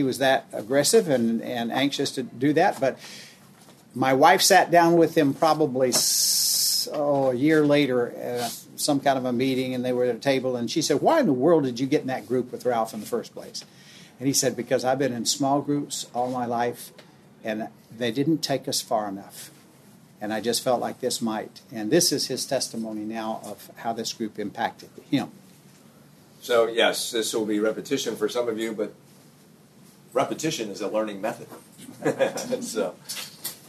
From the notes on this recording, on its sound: This episode is from Global Discipleship Initiative, recorded at the National Disciple Making Forum.